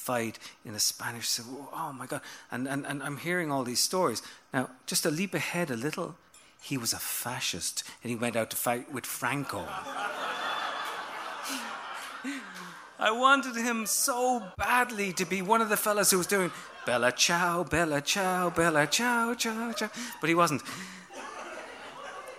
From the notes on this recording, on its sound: Previously recorded storytelling performances from our live Seriously Entertaining shows at Joe's Pub at The Public Theater in New York City as well as new audio segments from our outreach programs, including our bookmobile outings and work with high school students.